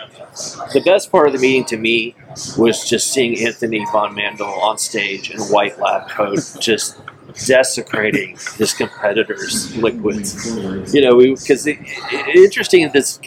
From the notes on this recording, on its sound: In the lobby of the Sheraton Grand hotel in Chicago where their distributor sales & marketing meeting was just held. Must warn, the audio isn't great.